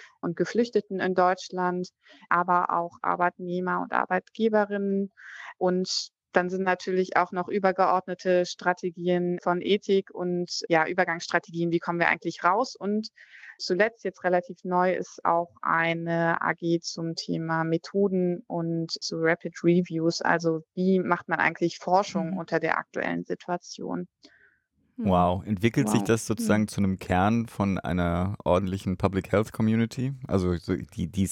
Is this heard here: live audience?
no